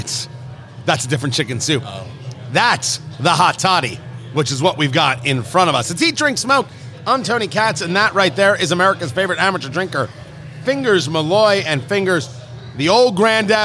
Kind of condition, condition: setting, busy venue